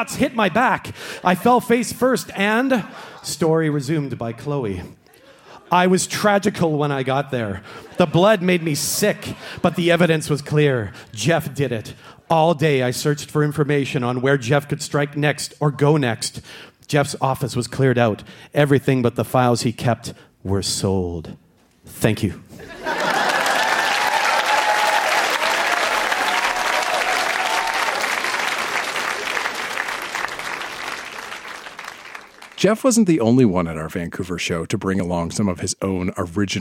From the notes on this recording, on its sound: Recorded live at the Rio Theatre in Vancouver.